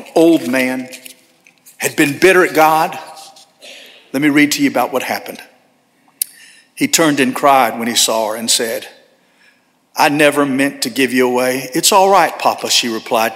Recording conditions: large echoing room